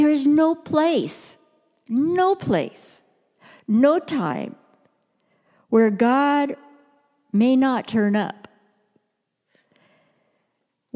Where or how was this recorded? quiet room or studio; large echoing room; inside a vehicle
large echoing room